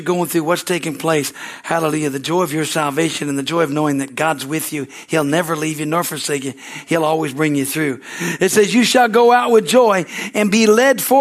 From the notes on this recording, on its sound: from the Wednesday service on March 15, 2023 at Harvest Bible Church in Stockton, CA